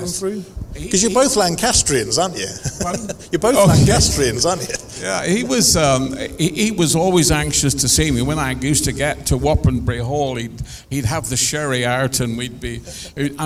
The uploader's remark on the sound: LIVE at the Summer Jaguar Festival. In front of a live audience.